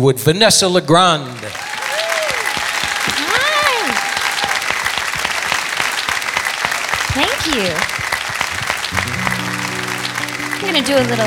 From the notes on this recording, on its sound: Live at the SouthPoint Casino